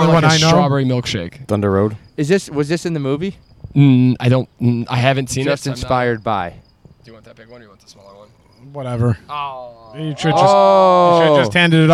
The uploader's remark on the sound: A beautiful Saturday under the stars. The boys enjoy a nice pregame outside while enjoying espresso martinis and craft beer.